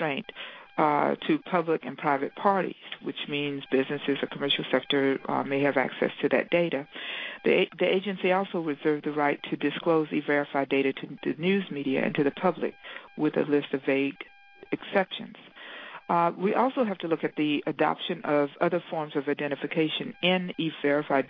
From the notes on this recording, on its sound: Rights Working Group held a conference call with experts